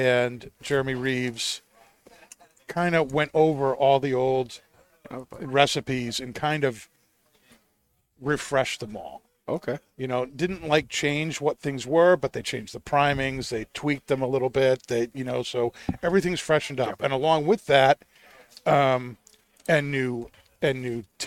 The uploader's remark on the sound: Recorded live from the 7-20-4 Lounge!